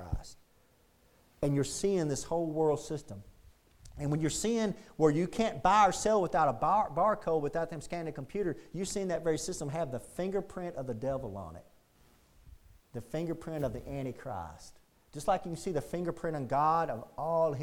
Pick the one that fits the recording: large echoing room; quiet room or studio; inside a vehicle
large echoing room